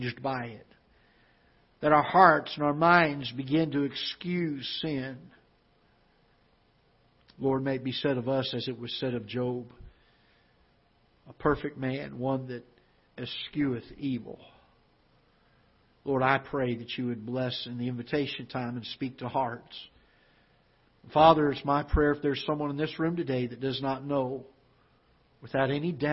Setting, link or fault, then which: setting, large echoing room